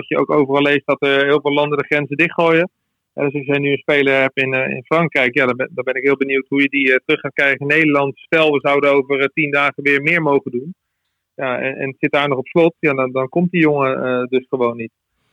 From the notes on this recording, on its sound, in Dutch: Gaat telefonisch in gesprek. Het stadion is leeg.